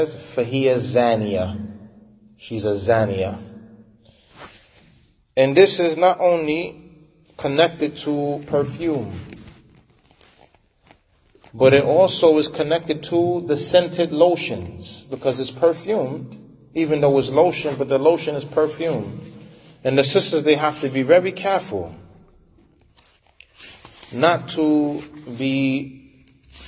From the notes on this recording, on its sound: Lecture given at Masjid Nur Allah, Queens, NY